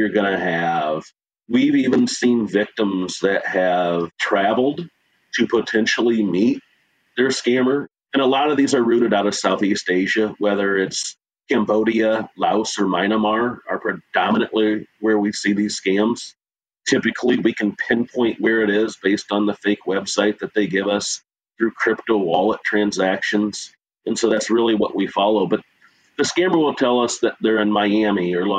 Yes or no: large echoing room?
no